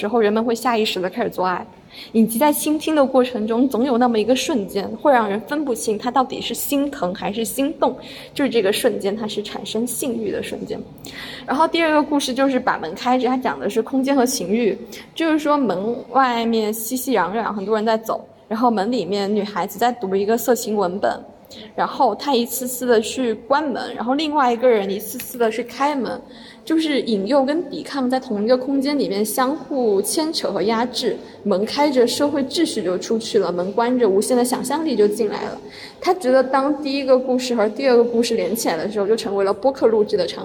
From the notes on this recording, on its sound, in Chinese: 我决定不配bgm也不剪辑了，保留一些原生态的声音，裸电台。如果里面有音质差，就是我按了暂停继续录，因为我在走廊录的音。电话铃和物品磕碰的声音把真实的场景感带出来了。